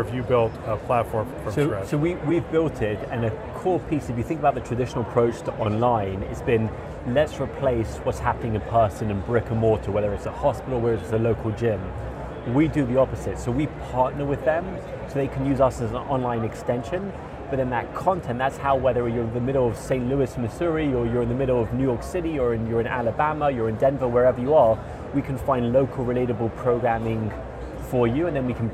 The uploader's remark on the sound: Interview in Action live from ViVe 2023